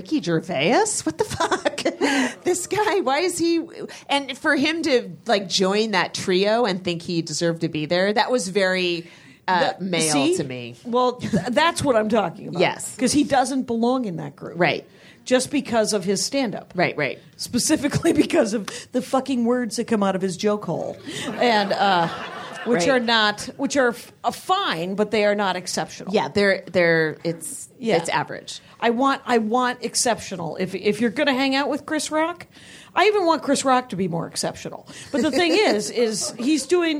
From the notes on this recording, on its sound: Recorded LIVE at Flapper's Burbank.